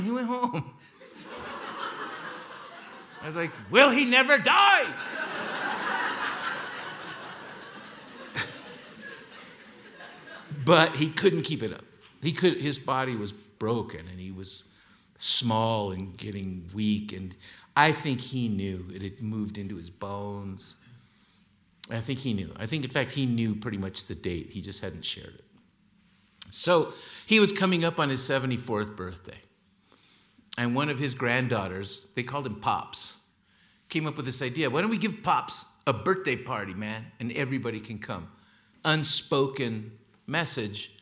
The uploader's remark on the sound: Held on stage in Aspen, Colorado as part of an Aspen Words lecture series. Aspen Words is the literary program of the Aspen Institute.